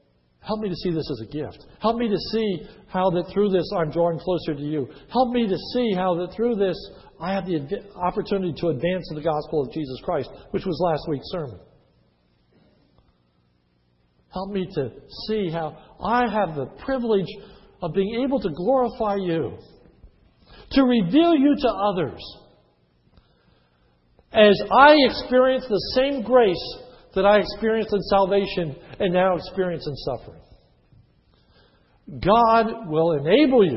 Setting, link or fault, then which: setting, large echoing room